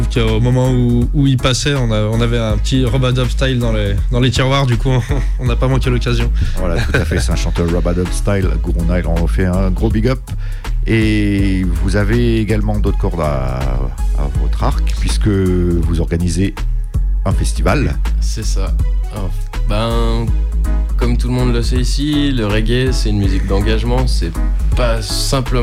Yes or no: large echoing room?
no